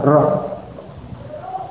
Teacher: untuk mengucapkan ra' itu bergetar, lidahnya bergetar, ra'. Dan walaupun yang benar secara makhraj getarannya sedikit, tetapi tetap ada getarannya. · Term: huruf yang bergetar